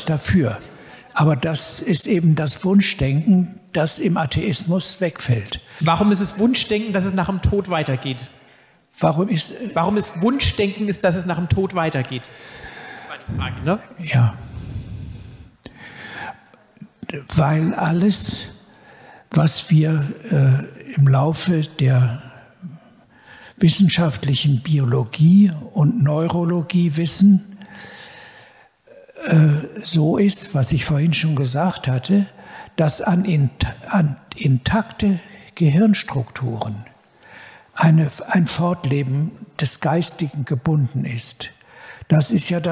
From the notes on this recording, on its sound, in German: In diesem zweiten Teil der Podiumsdiskussion kommen unter anderem die folgenden Fragestellungen aus dem Publikum